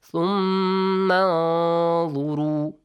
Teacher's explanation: ثم ميم مشدد ثم انظروا همزة الوصل will be skipped. ميم will be joined to نون، but نون will be pronounced with a hiding sound